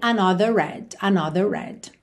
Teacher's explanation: A gente teve um R enrolado porque a gente teria de qualquer forma em red, né? Se o R está no começo da palavra, não tenho como alongar a vogal anterior, não tem vogal anterior, right?